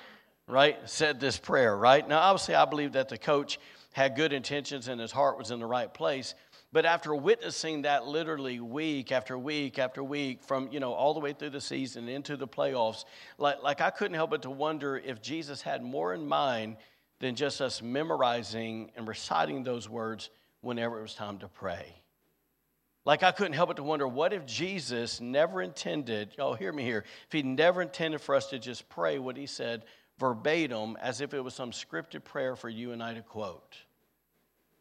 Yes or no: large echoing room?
yes